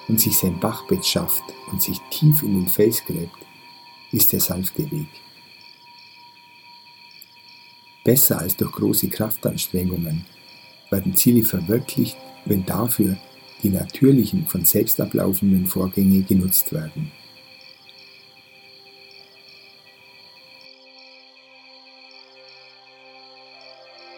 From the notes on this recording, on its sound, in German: In dieser Folge hörst du eine Aufnahme, die ich im Regenwald gemacht habe. Die hochwertige Audio-Aufnahmen, die ich in Indien gemacht habe umfasst das volle hörbare Klangspektrum.